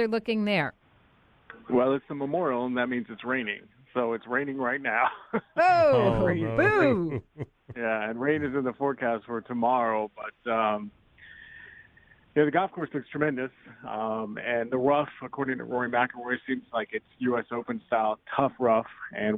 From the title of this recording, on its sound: Live From Muirfield Village